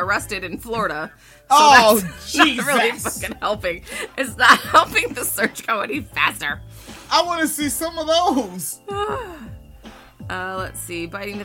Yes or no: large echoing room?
no